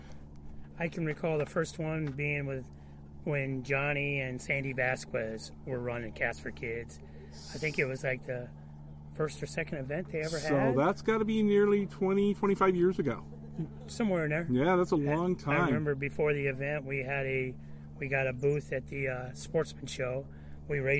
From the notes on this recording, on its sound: Live at C.A.S.T for Kids Hagg Lake Gaston Or. We are live at 2022 C.A.S.T for Kids event. It was held at Hagg Lake Gaston Or.